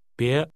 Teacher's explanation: That's a rising tone.